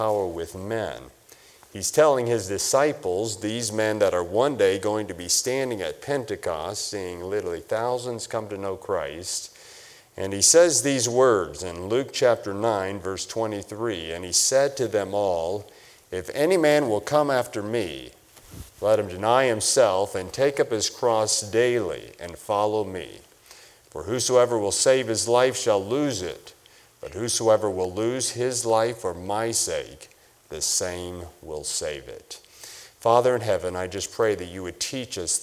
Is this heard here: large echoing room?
yes